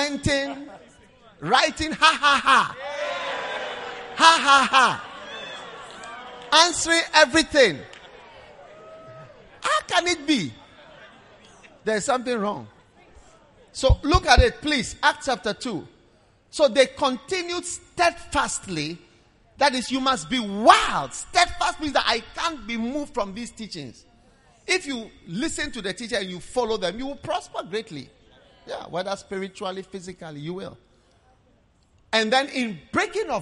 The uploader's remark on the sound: Preached at the Prophetic Encounter Service.